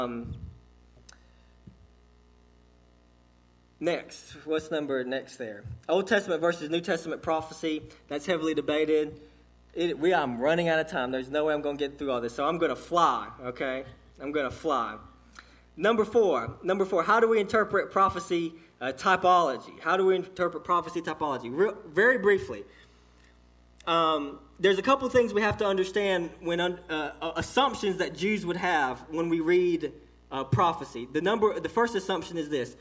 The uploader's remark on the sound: This message was delivered to Cottondale Baptist Church in Eastman, GA on 11/4/18 (6pm)